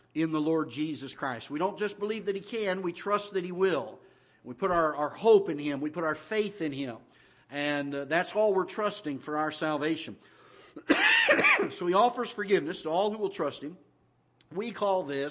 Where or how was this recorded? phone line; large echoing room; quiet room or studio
large echoing room